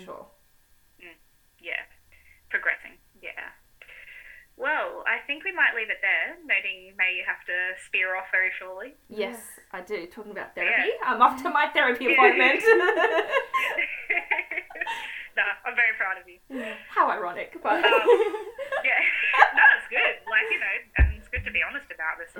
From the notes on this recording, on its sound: Please be patient as we explore improving the audio.